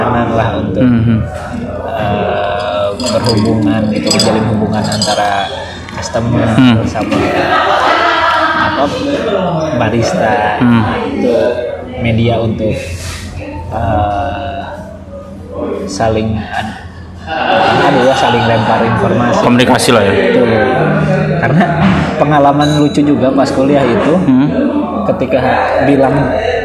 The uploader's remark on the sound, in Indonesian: kami rekaman di dalam cafe Jendela (Tembalang)